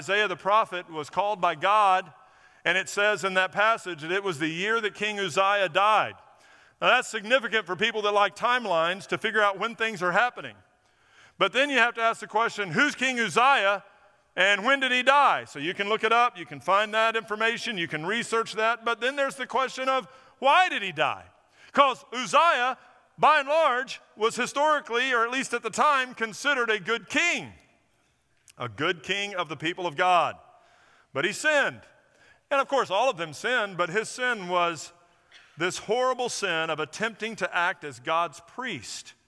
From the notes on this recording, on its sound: Recorded at First Baptist Church of Orange Park on August 20, 2023.